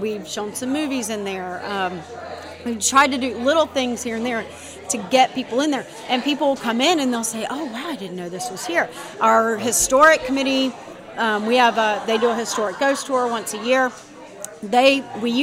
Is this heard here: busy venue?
yes